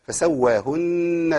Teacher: اذا وقفنا نقف بغنه واذا وصلنا نصل بغنه يبقى الغنه عندي في الوصل والوقف فسواهن سبعة لا هي سبع